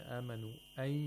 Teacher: he does not lengthen the maddul munfasils, the disjunct mads, more than two vowel counts. He only lengthens them to two vowel counts. · Term: qasr of maddul munfasil